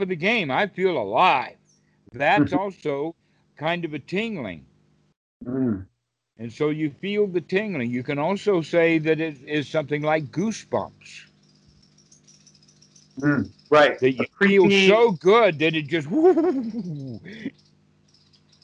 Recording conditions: video call